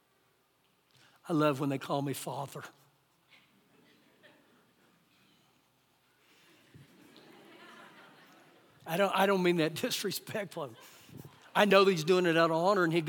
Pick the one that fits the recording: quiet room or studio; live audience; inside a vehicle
live audience